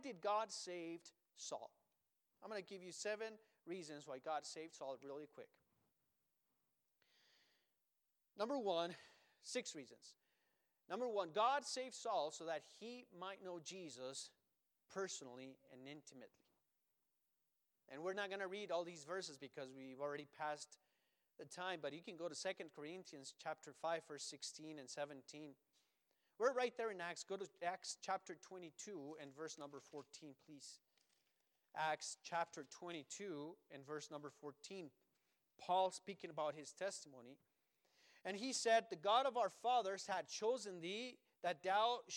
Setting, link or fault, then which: setting, large echoing room